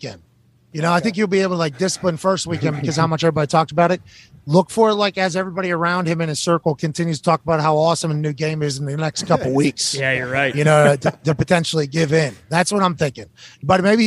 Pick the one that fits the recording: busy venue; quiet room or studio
busy venue